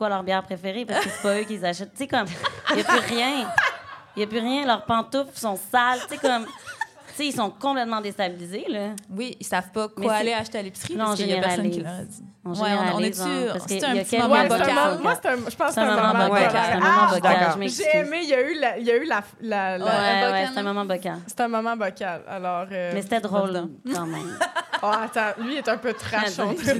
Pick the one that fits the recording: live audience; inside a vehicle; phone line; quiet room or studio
live audience